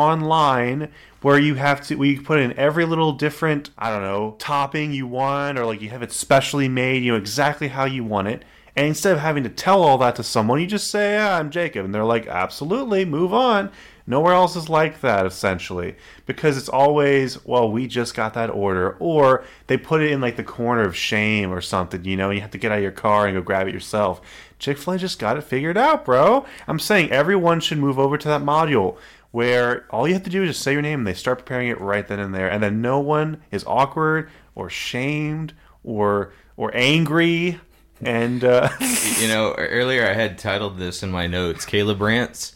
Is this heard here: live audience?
no